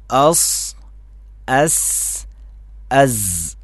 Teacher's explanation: അഥവാ താഴെ മുൻപല്ലിൻ്റെ ഉൾഭാഗവും നാവിൻ്റെ തലയും കൂടി, നാവിൻ്റെ അഗ്രം മുൻഭാഗത്ത് നാവിൻ്റെ തലയും താഴെ മുൻപല്ലിൻ്റെ ഉൾഭാഗവും സ്പർശിച്ചു കൊണ്ടാണ്, താഴെ മുൻപല്ലിൻ്റെ ഉൾഭാഗത്തെ സ്പർശിക്കുന്നു നാവിൻ്റെ അഗ്രഭാഗം തലഭാഗം · Term: സഫീർ